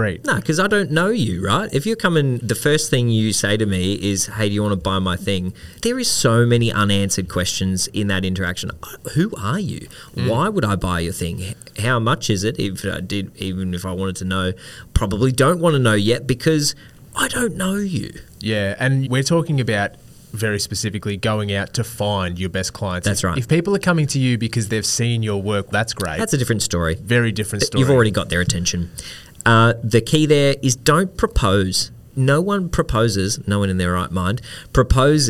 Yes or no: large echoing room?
no